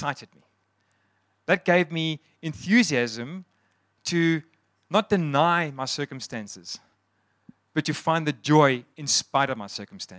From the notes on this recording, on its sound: Sunday Sermon. At Joshua Generation Church Mossel Bay PM congregation.